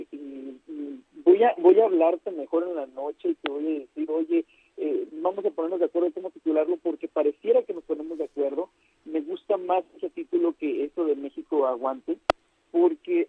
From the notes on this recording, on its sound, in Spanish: entrevistamos vía telefónica